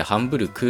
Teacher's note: このハンブルクというのも、綴りの上では G で書くんですけど、発音としてはクという無声音になってるんですね